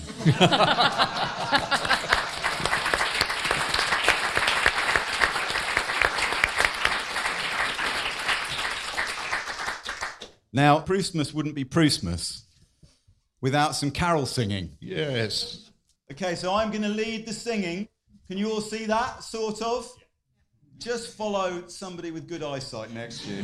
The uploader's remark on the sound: Which was recorded live at the London Library.